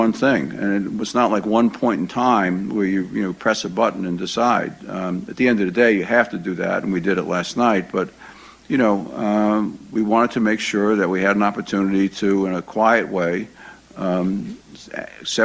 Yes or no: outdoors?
no